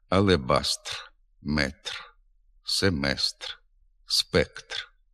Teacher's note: На кінці слова, після глухого приголосного, звук «р» знеголошується.